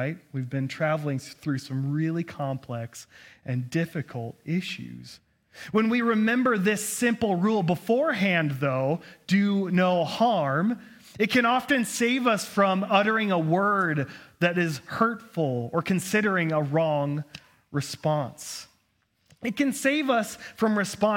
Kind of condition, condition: setting, large echoing room